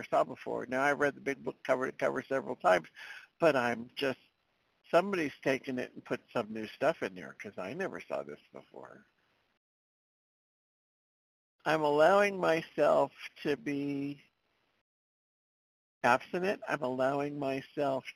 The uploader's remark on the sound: 100 Pounders Phone Meeting